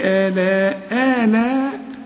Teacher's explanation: فبأي، فبأي ما تقولش فبأي آلاء، فبأي آلاء لا، فبأي فبأي فبأي، لكن ما تمدهاش بسكت، فبأي آلاء آلاء، بمد الهمزة الأولى حركتين، إنما المد بتاعت آلاء ده مد واجب لازم تمد أربع حركات